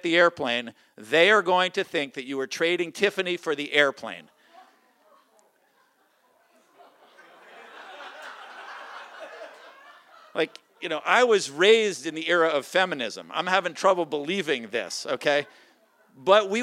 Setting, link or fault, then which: setting, live audience